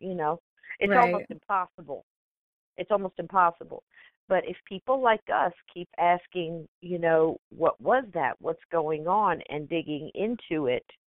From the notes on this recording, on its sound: Hosted a live call in show.